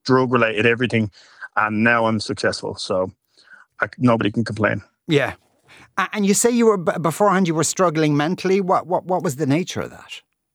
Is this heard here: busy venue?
no